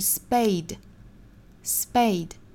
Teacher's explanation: spade 这个词里面的这个字母 p 要注意不送气